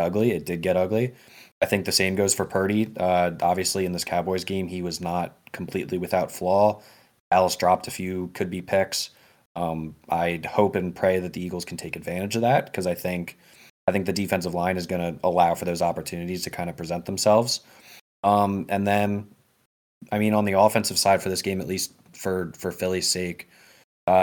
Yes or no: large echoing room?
no